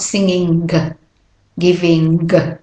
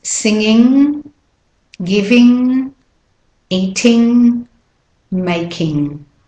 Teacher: there's no g in singing in ING. You can see it, but you do not say it. · Shown in: second take · It's not singing g, giving g.